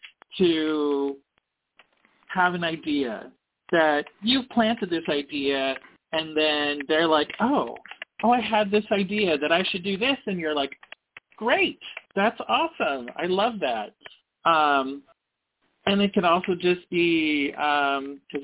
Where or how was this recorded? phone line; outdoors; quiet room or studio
phone line